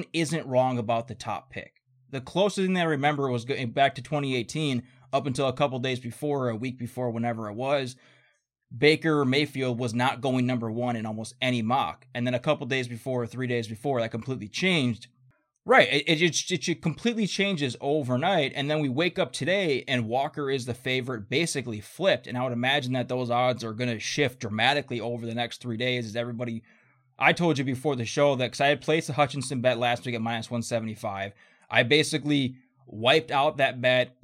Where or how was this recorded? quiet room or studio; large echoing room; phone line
quiet room or studio